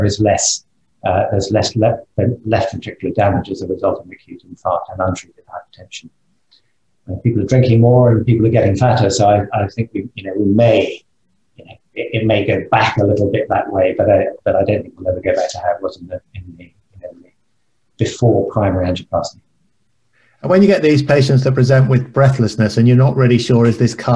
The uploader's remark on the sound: This recording is taken from the webinar Heart Failure & Dermatology Update.